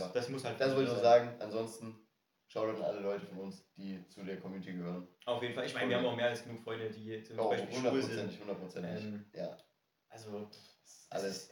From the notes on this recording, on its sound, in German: hatte deshalb keinen guten Klang, deshalb haben wir auf den einfachen Handyton zurückgegriffen.